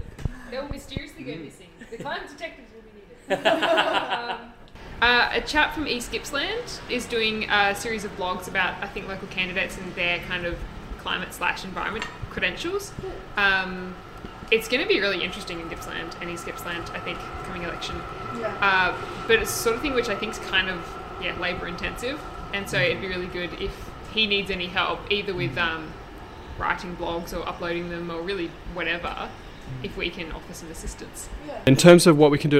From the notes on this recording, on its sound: This week it was unseasonably hot in the Friends of the Earth building in Collingwood, so this episode comes to you from the mezzanine above the cafe. You'll hear the hustle and bustle of trams and traffic from Smith Street just outside.